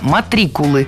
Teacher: Правильно – матрикулы. Ударение ставим на второй слог. Это слово означает зачисление в университет.